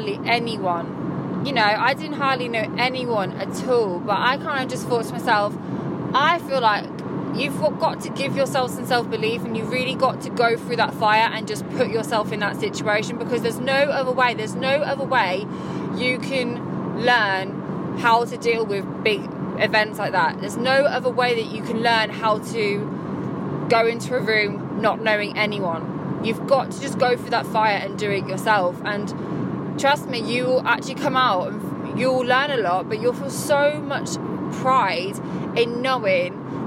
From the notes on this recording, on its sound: I decided to record this while driving back home